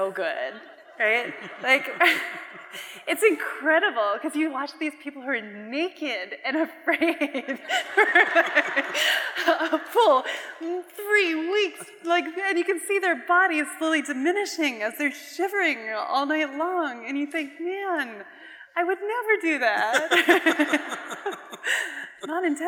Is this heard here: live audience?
yes